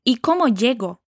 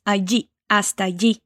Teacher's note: o homem falou llego com uma pronúncia muito sutil de j. Bem sutil mesmo, uma coisa que você provavelmente vai escutar mais aqui para América Latina e não na Espanha.